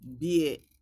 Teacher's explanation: The voiced bilabial plosive, palatalized before e